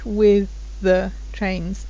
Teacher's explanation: So sometimes if you have two TH sounds together, then they merge with this, with the trains.